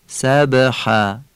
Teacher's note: یعنی تکان کوچک، یعنی نمیگیم سبحا، یه تکان کوچک میدیم که صدای ب واضح تر شنیده بشه · Term: قلقله